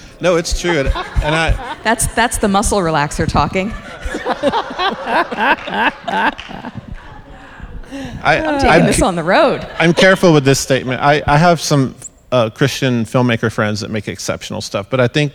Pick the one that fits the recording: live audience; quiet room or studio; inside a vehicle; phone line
live audience